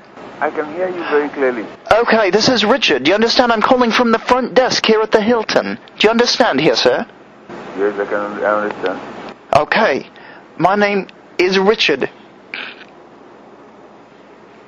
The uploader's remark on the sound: Prank Phone Calls Collection. From archive.org.